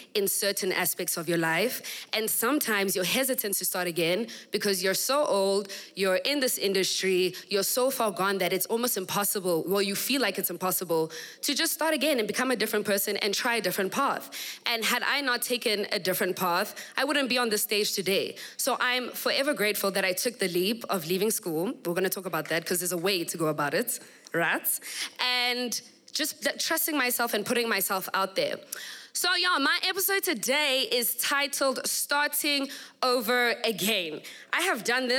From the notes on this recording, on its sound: We kick off season 3 with the first episode recorded at my live podcasting event; The Assembly.